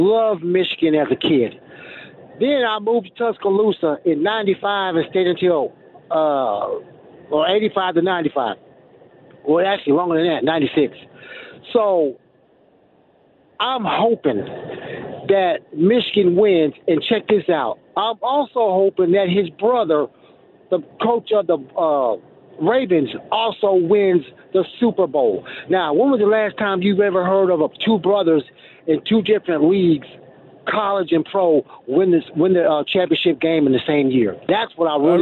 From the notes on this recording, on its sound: we squeeze in some of your phone calls